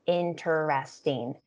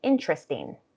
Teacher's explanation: in connected, fluent speech, your average speaker is going to say interesting. It becomes a three syllable word. · Shown in: second take · So we make a little reduction there.